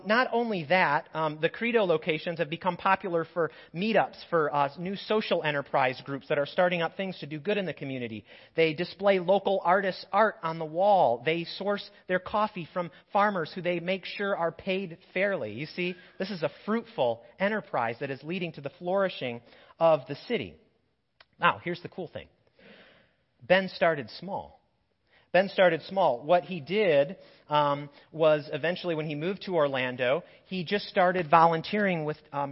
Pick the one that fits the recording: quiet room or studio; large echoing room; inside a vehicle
large echoing room